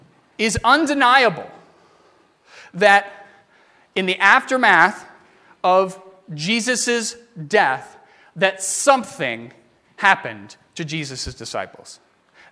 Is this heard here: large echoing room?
yes